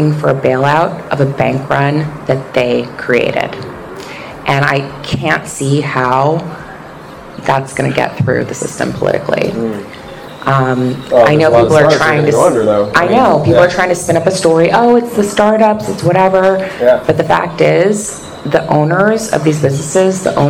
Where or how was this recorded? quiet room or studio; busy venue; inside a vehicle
busy venue